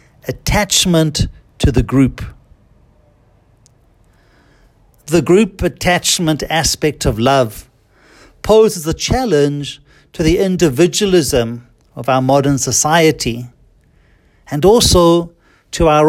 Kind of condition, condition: setting, large echoing room